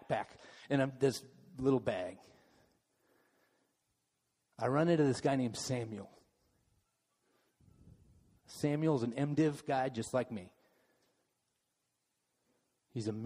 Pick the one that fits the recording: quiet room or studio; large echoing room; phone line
large echoing room